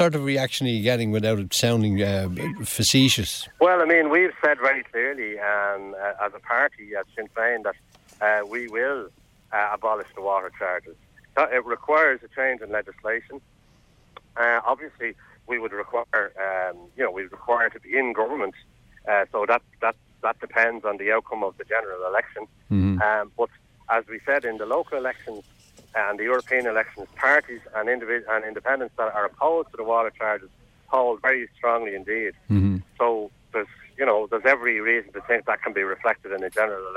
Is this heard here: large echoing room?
no